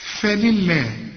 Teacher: ما دام اللام مكسوره يبقى هنرقق لفظ الجلاله